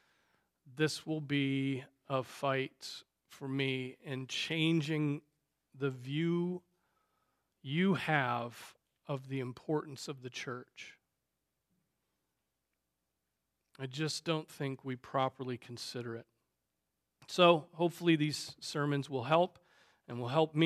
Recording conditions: large echoing room